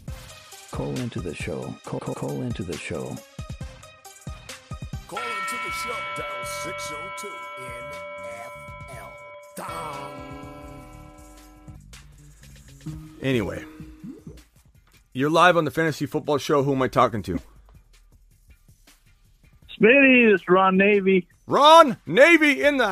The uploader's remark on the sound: Takes phone calls and answers voicemails all show long.